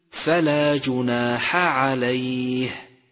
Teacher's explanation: فالحاء فيها بحة ليست في العين